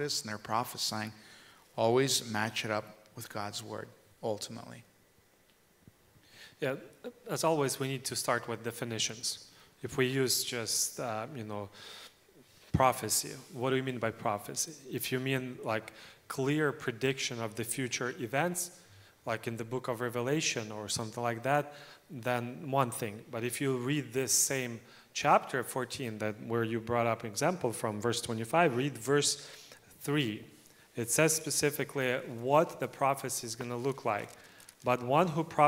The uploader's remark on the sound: In today's service we have the Q and A Forum panel, where our pastors are answering the questions from the audience(from our youth).